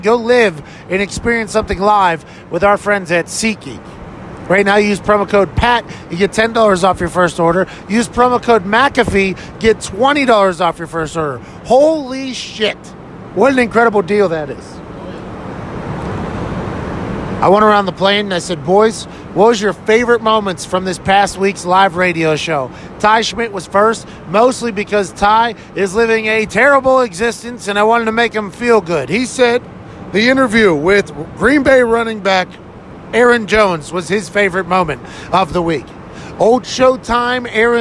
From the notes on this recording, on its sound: records bits and pieces 38,000 feet in the air on the plane on the way back from Raleigh, North Carolina